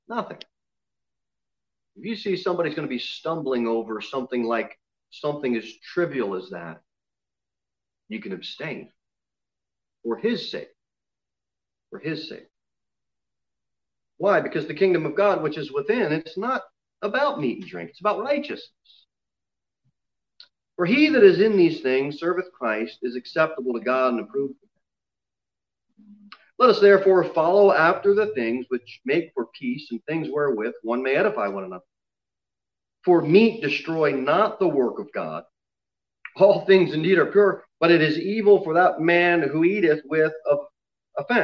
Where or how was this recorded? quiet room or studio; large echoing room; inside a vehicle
large echoing room